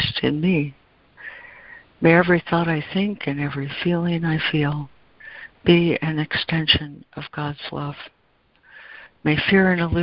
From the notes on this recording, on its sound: ACIM Daily Conference Call